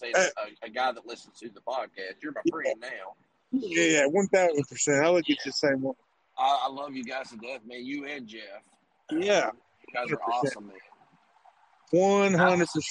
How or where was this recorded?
inside a vehicle